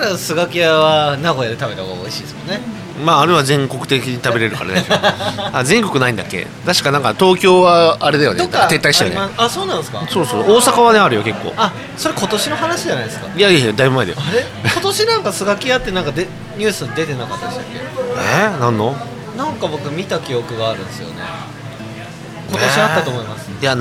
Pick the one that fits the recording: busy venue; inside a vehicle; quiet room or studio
busy venue